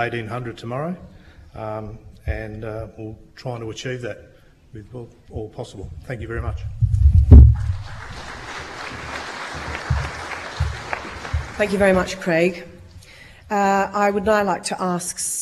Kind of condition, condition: setting, live audience